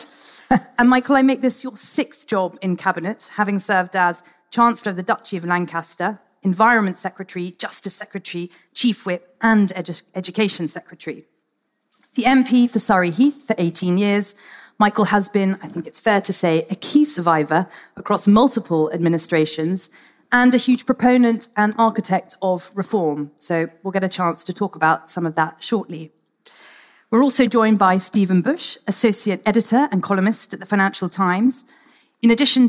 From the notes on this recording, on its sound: Political Fix special: Live at the FT Weekend Festival.